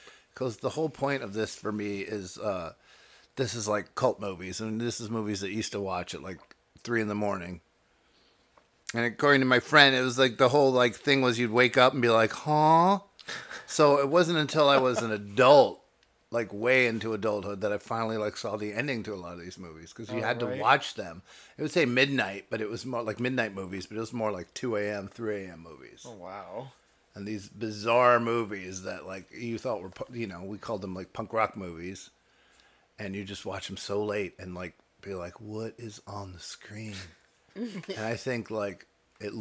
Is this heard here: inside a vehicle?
no